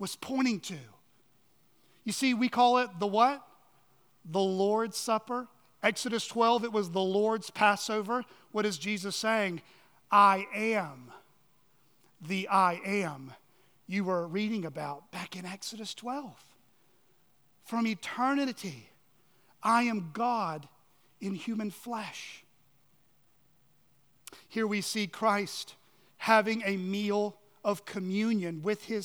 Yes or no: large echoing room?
yes